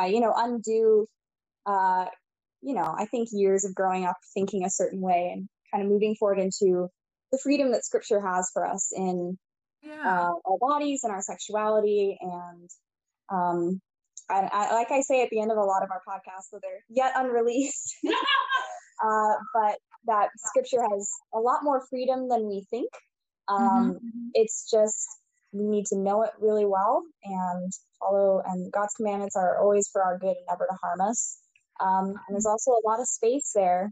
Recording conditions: drop-outs